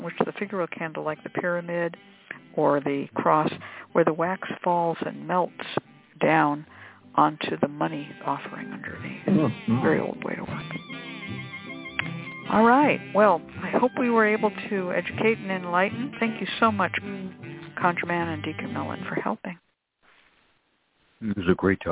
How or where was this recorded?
phone line